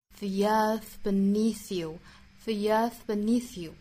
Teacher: 注意这个 the 这个音的变音哈，元音从 a 变成 e